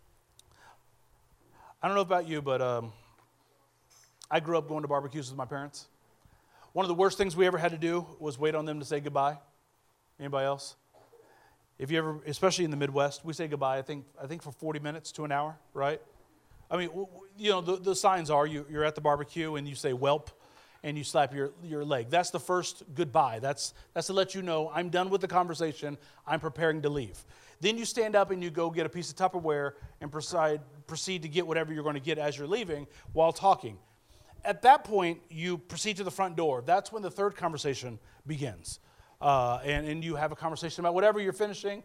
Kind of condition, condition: setting, large echoing room